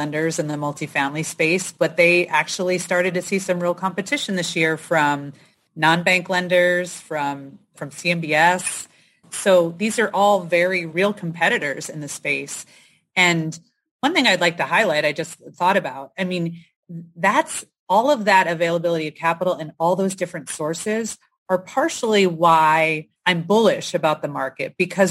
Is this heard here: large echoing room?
no